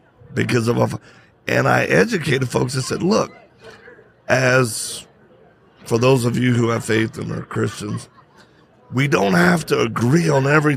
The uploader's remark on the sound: Live at AmFest